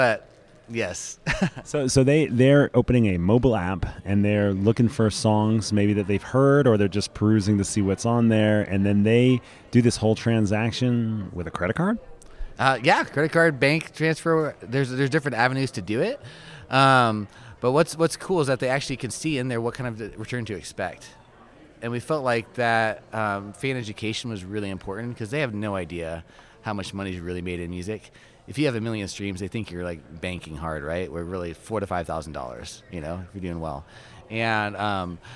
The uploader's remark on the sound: Reporting live from SXSW!